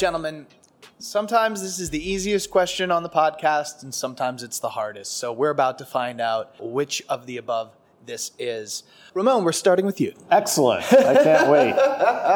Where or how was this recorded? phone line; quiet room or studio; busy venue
busy venue